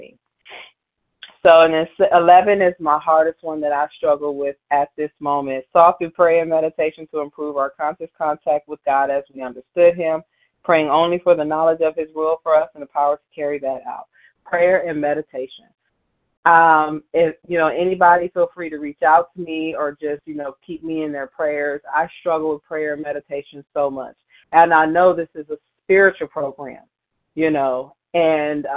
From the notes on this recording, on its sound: 100 Pounders Phone Meeting.